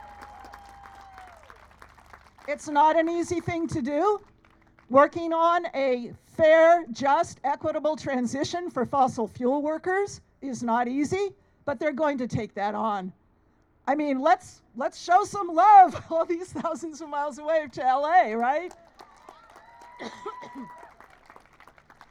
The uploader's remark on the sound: Some sounds recorded at recent events in Antioch. Voices from the Stop the Violence march and rally held in the Sycamore Corridor of Antioch. No Drilling Brentwood march and rally.